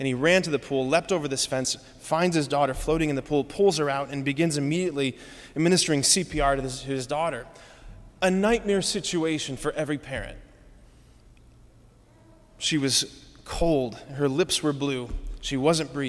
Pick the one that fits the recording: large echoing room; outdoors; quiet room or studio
large echoing room